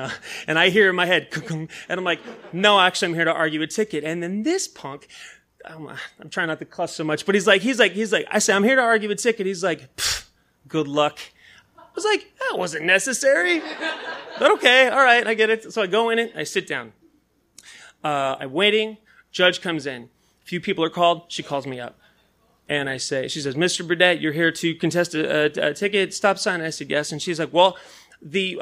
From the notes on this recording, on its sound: This story was recorded live. At Tiger!Tiger! Tavern in San Diego, California.